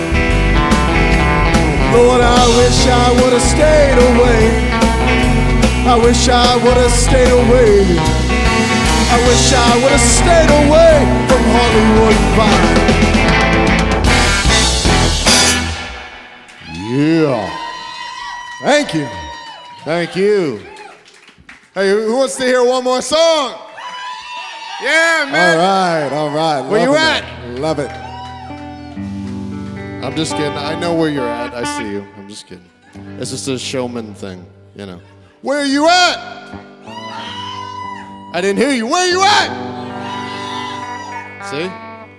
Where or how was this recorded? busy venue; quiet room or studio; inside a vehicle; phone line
busy venue